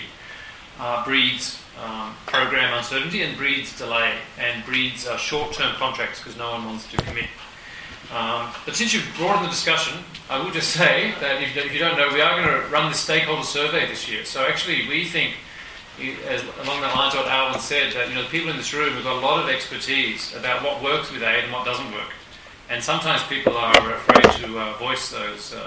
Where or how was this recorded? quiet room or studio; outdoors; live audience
live audience